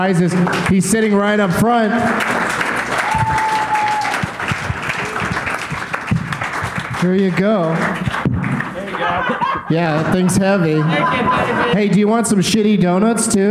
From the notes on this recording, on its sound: Live from Goodnights Comedy Club in Raleigh